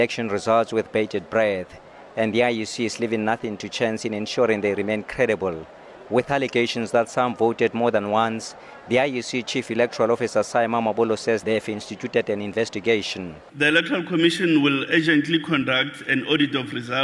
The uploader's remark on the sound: LIVE from the IEC Nerve Centre in Pretoria